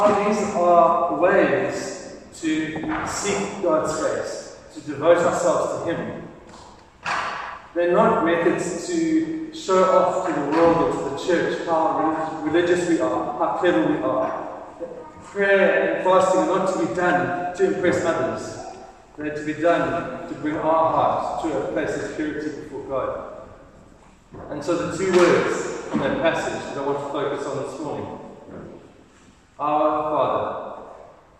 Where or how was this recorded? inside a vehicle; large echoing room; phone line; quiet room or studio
large echoing room